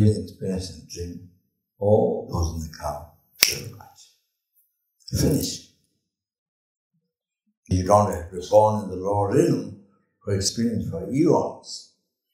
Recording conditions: large echoing room